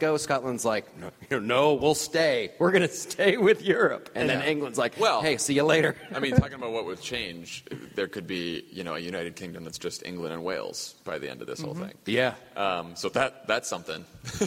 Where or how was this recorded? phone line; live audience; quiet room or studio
live audience